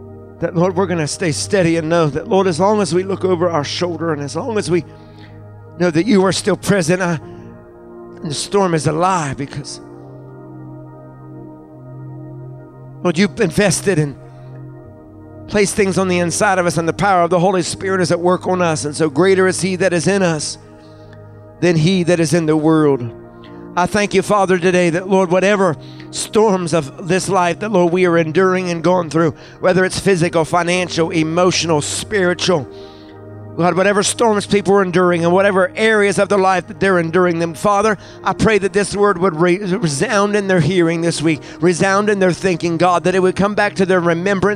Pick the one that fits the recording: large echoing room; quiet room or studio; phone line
large echoing room